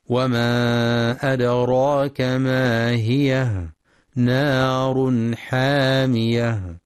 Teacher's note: وفي قوله تعالى وما أدراك ما هي نار حامية، يخطئ بعضهم فيقرأ ما هي بالياء وصلا ووقفا، والصواب أنها بالهاء الساكنة وصلا ووقفا لأنها هاء سكت، فلا يقرأ وما أدراك ما هي نار حامية.